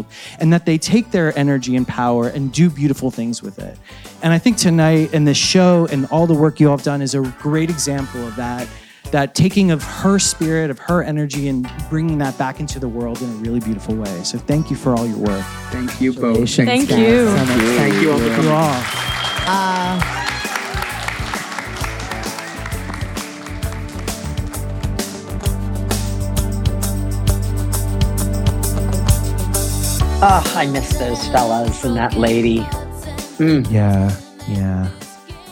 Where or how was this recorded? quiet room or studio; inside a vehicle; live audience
live audience